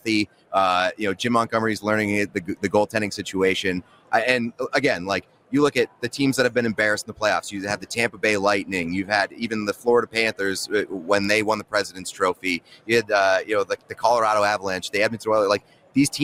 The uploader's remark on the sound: join the show this hour LIVE from Radio Row.